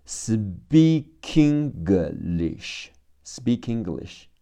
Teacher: 听力和口语中，speak 的课和 English 的音要连在一起